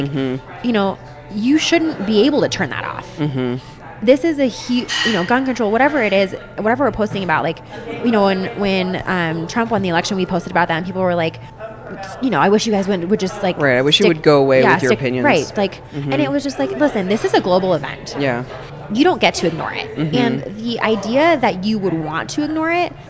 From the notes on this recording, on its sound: we sat down at our favorite breakfast spot in Denver to record a “just us” episode!